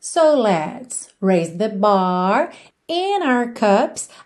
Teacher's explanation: Aqui percebe que a ligação foi no N, o D de and. Não apareceu.